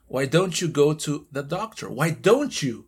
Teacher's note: El don't you va a sonar como una che, ch, y va a sonar un ch · Term: assimilation